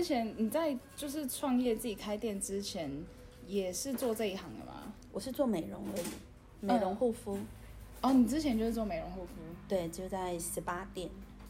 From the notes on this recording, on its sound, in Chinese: 本集因錄音場地限制，背景音較大，請見諒